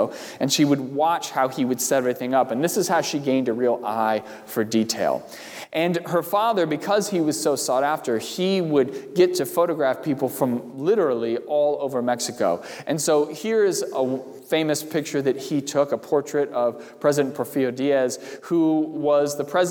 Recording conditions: large echoing room